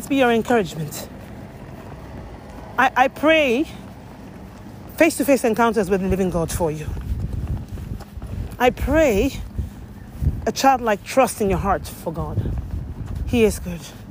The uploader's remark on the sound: This is a noisy episode recorded while walking outside. So, it is noisy and the volume fluctuates.